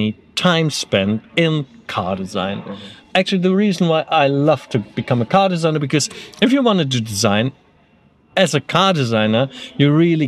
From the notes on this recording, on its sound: For this year’s Goodwood Festival of Speed, we took our microphones with us and shoved them in the faces of some of the most powerful and interesting people behind the most exciting cars in the world.